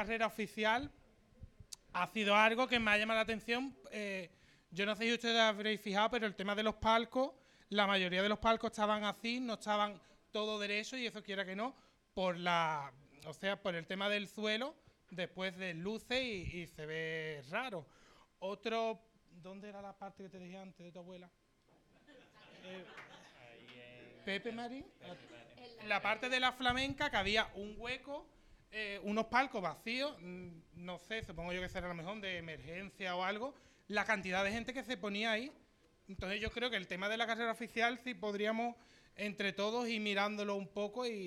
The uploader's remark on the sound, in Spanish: Programa especial realizado en directo en la Tasca el 22. Semana Santa de Chiclana 2023.